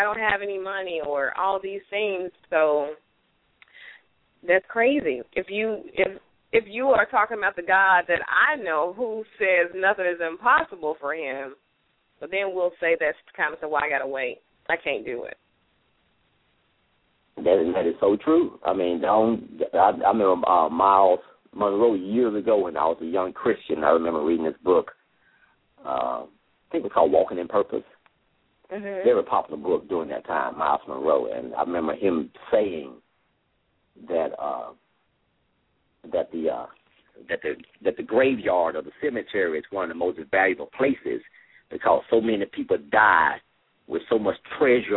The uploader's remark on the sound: LML uses a progressive live call in format.